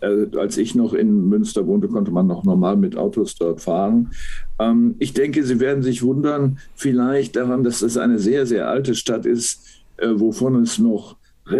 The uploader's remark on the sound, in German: Gespräch per Zoom